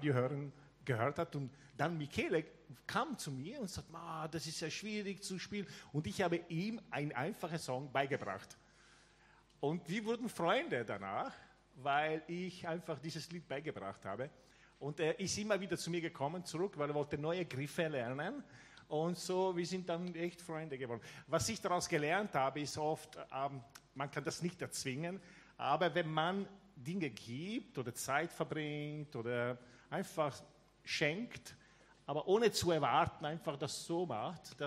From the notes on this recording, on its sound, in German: Gottesdienst zum Schulanfang aus der LIFE Church Wien